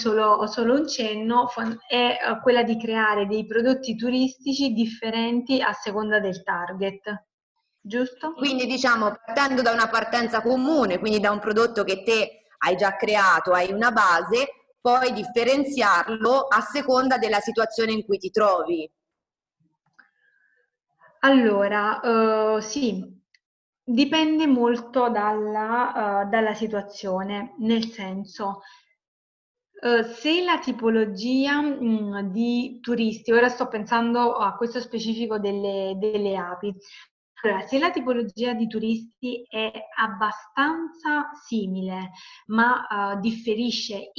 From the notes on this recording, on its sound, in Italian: Questa puntata podcast è una live zoom del gruppo di imprenditori sostenibili iscritti al mio centro di formazione per l'anno 2020.